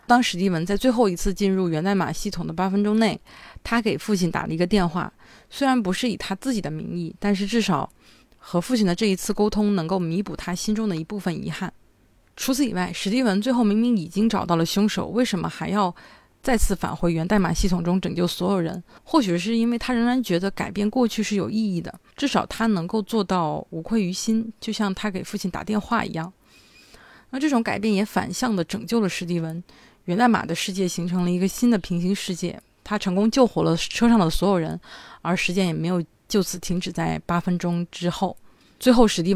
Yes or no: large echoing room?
no